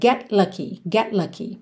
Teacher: A língua já tá no céu da boca pro T de get, já sai pro lucky.